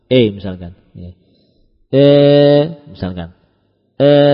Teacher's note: huruf ya yang ada kecondongan kepada alif